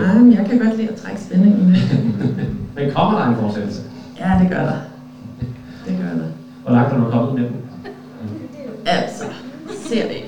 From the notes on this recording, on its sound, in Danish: Vi optagede LIVE under Holbæk Fantasydag 2023. 8 forfattere fordelt over 3 paneler.